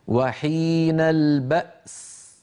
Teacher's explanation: فنسكن الهمزة ثم ننطق السين